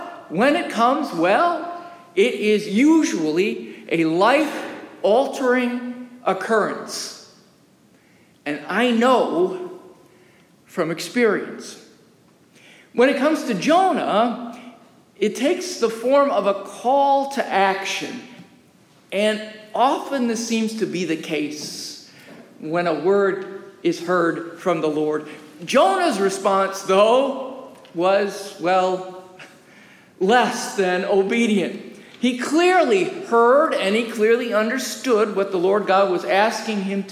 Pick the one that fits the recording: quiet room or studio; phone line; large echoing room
large echoing room